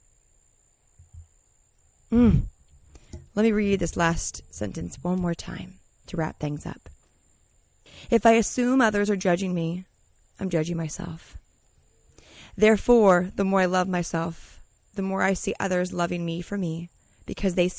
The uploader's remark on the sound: Today’s message I’m recording during my morning routine, journaling under the sun, in Costa Rica.